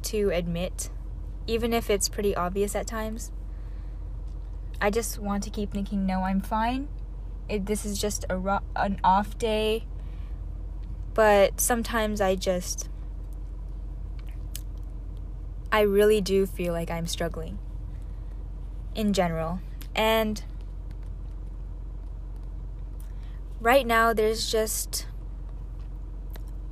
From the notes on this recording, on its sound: another one in my car